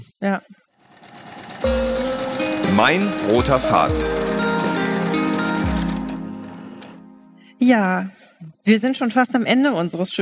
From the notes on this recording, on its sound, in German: live auf dem Talksofa der h+h cologne 2023